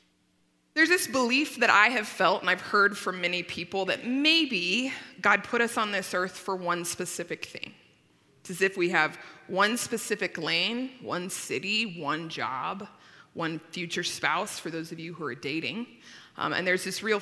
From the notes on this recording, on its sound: At Timberline Church. Live.